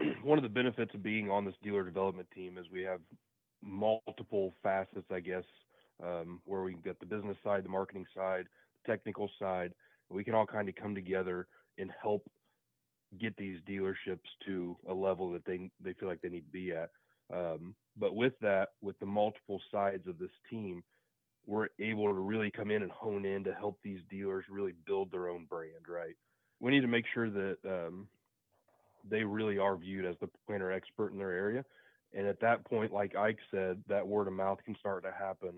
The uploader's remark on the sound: get on the phone